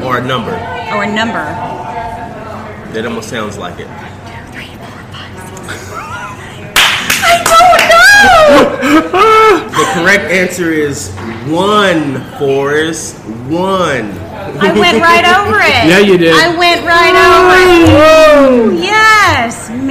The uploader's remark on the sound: Live from Bowls & Spoons Cereal Bar! Live on site in front of a live audience at Bowls & Spoons Cereal Bar in Charleston West Virginia!